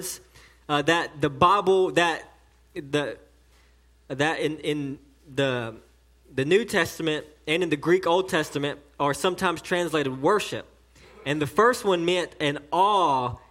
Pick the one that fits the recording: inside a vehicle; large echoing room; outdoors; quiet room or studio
large echoing room